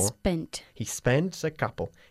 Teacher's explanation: You need to accentuate the T at the end of the word spent a little bit more.